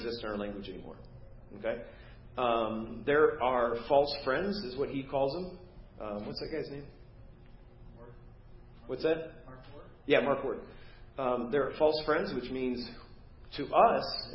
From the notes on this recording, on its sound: Preached at First Baptist Church of Hazel Park.